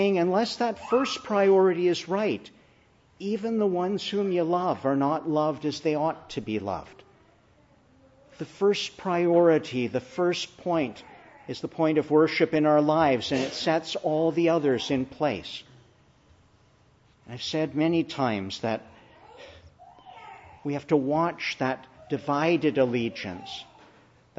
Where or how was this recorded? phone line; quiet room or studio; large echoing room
large echoing room